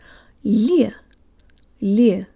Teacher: The L is soft, so the tongue is high and forward in the mouth, and it seems to have a Y sound built in.